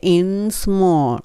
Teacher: in は歯の裏につけて